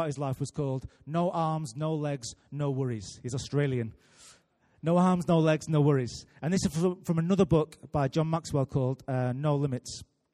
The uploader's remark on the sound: Recorded live at Life Church on Sunday 3rd June 2018.